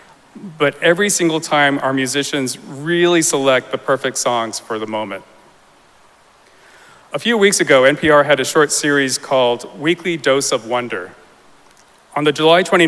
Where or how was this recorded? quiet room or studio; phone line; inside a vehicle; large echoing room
large echoing room